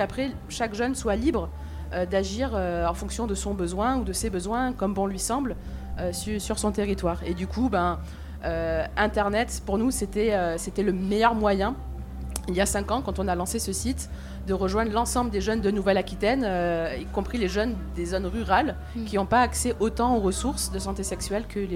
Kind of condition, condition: setting, busy venue